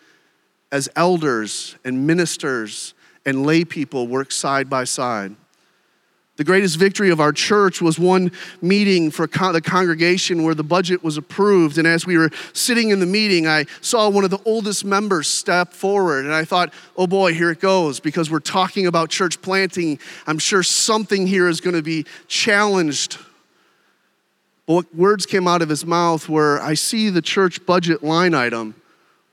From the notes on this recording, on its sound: During one of our breakout sessions. The Gathered and Scattered Podcast features keynote and breakout sessions from our annual conference at Redeemer Presbyterian Church in Detroit, MI.